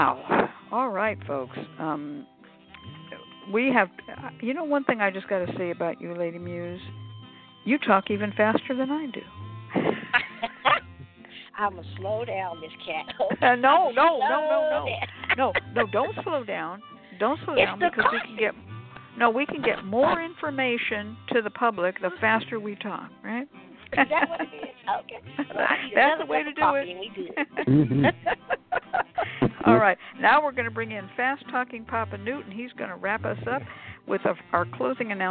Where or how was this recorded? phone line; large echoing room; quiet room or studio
phone line